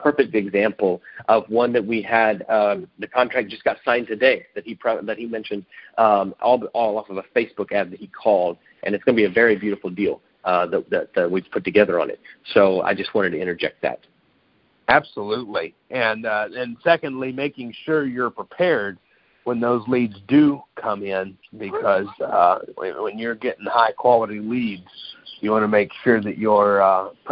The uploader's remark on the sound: Gold Club Q&A Call